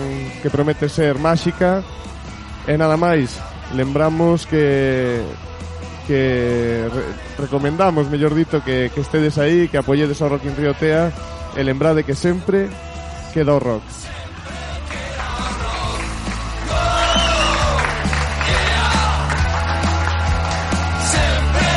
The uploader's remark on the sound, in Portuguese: grabado no Bodegón Severo